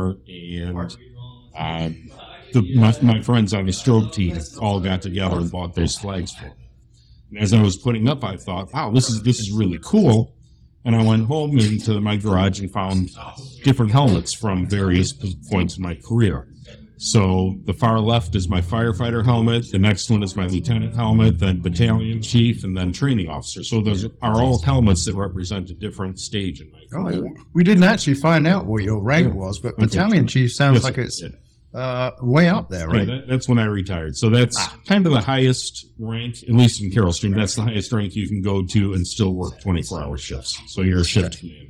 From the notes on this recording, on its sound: A converted Subway store is now home to a nano-brewery called 206 Brewing. The brewpub had just opened for the day when we showed up, so you may get a little background noise, but hey, it's all pub ambiance!